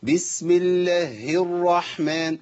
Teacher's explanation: تشديد الهاء عشان افصلها عن الراء